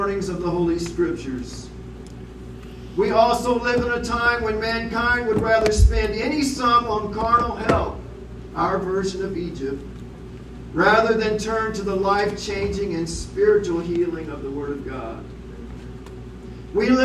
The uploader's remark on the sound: The audio of this sermon is challenging, but worth the listen.